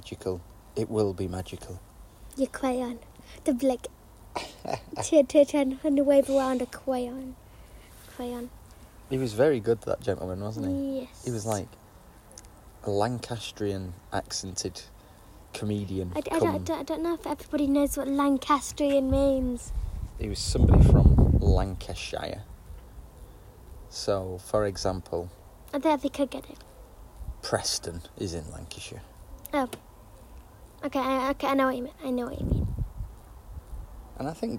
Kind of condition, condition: setting, outdoors